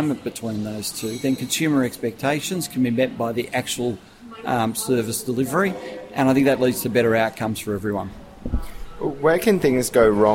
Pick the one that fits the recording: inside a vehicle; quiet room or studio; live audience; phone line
live audience